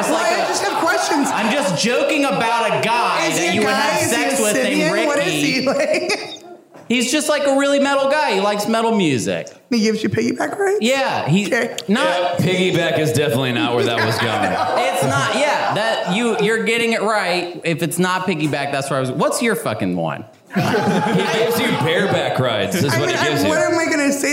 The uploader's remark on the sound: Live from Pacific Crest Comedy Fest! A few other topics thrown out from our live audience.